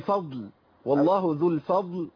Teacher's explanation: عايزين بس نبين الضاد شويه عشان ما تبقاش يعني شبيهه بالدال